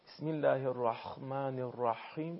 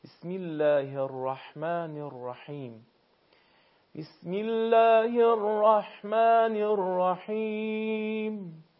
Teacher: گرفتگی که در حلق ایجاد میشه و در حنجره ایجاد میشه نباید به حدی باشه که حرف ح رو تبدیل به حرف خ بکنه · Shown in: second take